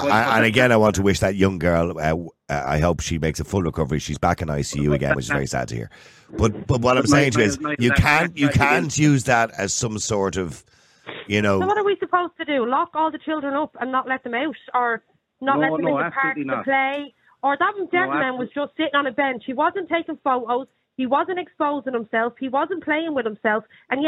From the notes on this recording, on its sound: Opens the phone lines, inviting a diverse range of opinions.